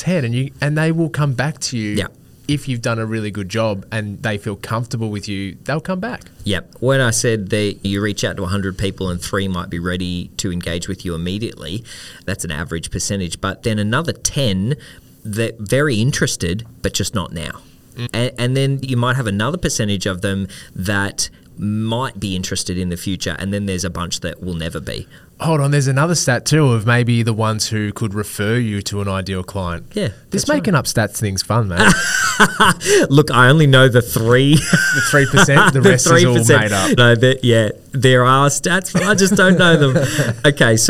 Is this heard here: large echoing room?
no